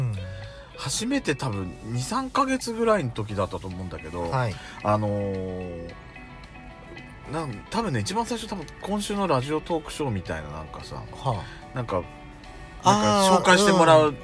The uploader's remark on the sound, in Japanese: パーキング収録